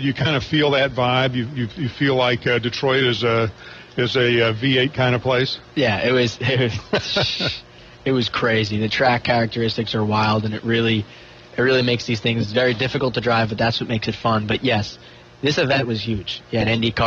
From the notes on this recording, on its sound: LIVE FROM DETROIT GP